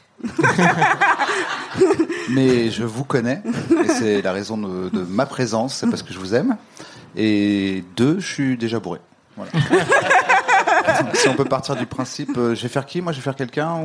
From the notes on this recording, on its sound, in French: en public au Charlie et sa bière à deux balles